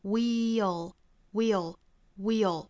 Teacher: 是先把 we 这个元音发完整之后，带出一个小小的舌侧音就可以了 · Term: 缩约